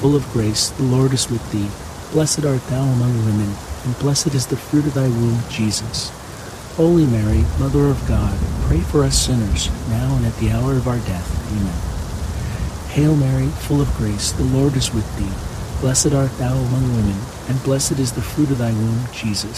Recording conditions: sounds in the background